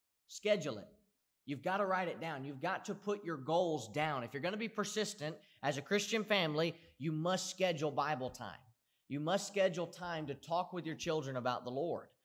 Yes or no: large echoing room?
yes